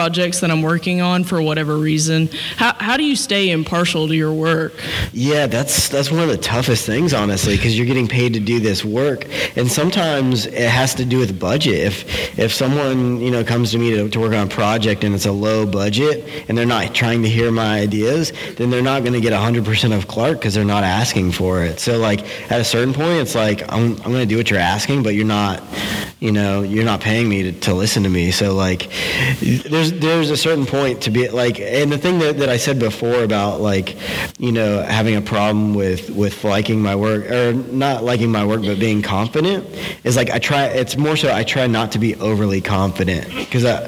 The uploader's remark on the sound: We sat down and recorded this live, in front of 700 people, from the stage at Creative South last week.